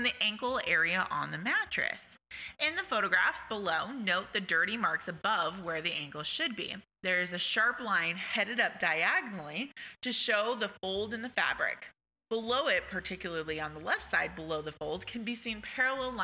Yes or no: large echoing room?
no